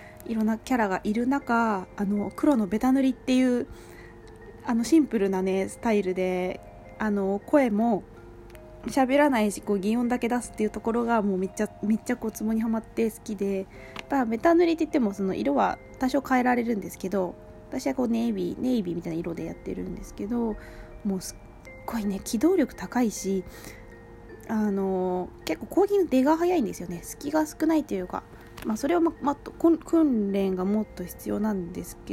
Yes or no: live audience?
no